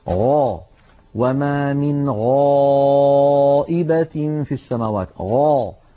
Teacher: الغين حرف مستعل، عندما ننطقه ينضغط صوته إلى قبة الحنك فيعود الصوت وله رنين، هذا الرنين يسميه علماؤنا التفخيم.